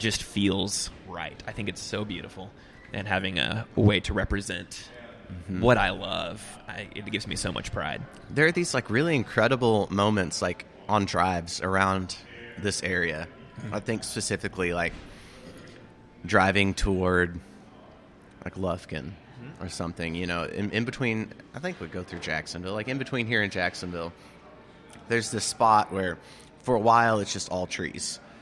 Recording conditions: busy venue